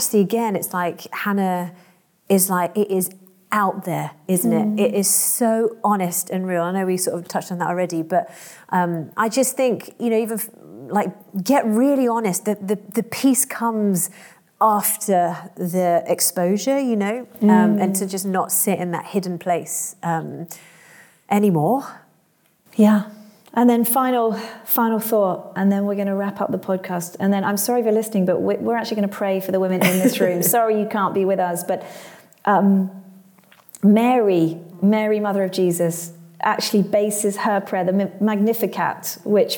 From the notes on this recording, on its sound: Join us as we take a road trip and record live at Trinity Church Nottingham’s church weekend!